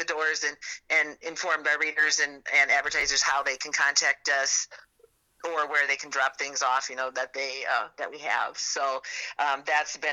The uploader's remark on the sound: I figured out how to record phone calls!